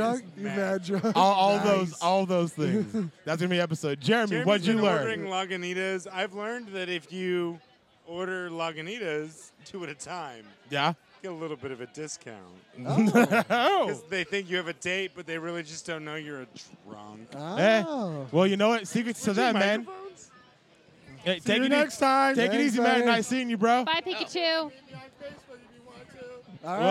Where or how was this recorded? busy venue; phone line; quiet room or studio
busy venue